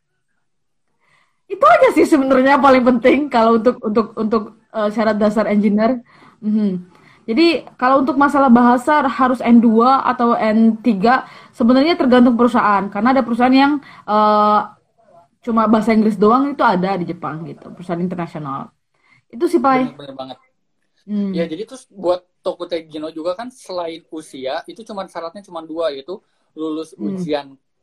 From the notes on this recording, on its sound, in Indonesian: Edisi copy paste dari live instagram